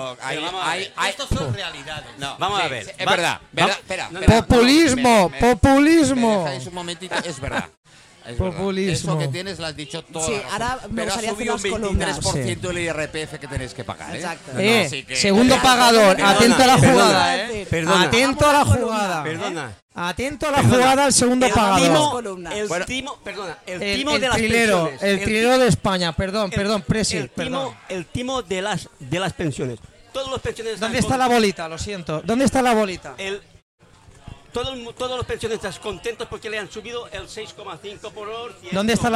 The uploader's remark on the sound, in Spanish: TERTULIAS MIRAIXO TERCERA PARTE desde Restaurante Bon Pas.